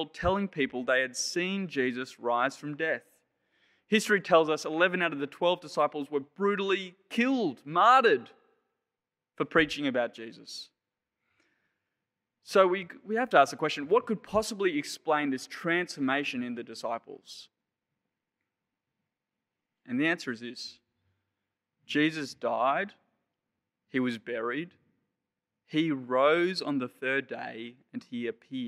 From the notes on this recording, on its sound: Sermon preached on 10 April 2021 at Penrith Anglican Church.